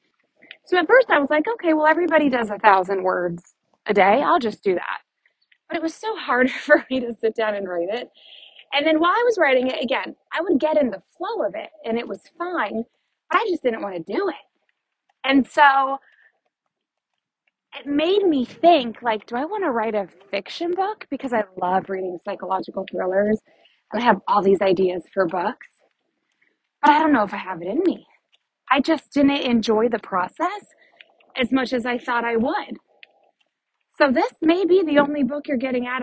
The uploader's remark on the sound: Thanks for rolling with all the nature sounds and my unorganized thoughts on my morning walk.